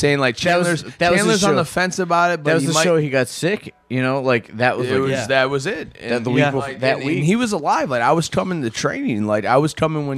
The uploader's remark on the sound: a little less background noise this week live from the after after party